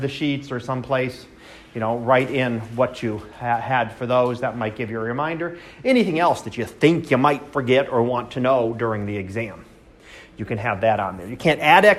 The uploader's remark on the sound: Live Class Lecture